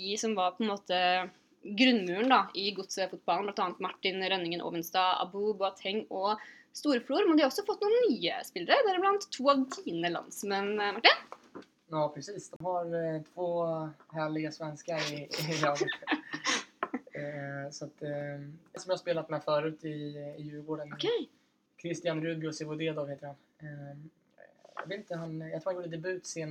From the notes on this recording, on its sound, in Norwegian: Lyden ble derfor ikke helt innafor i denne podcasten